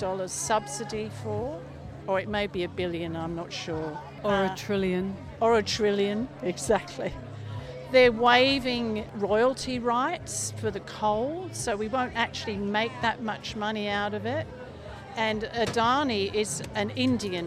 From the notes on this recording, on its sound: Live from the Mullumbimby Farmers Market